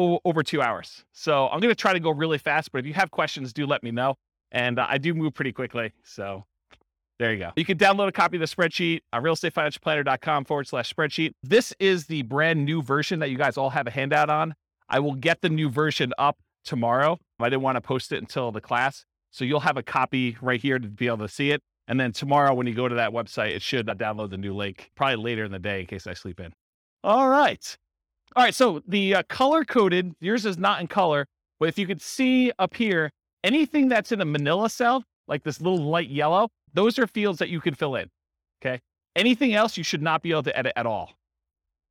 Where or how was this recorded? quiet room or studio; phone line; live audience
live audience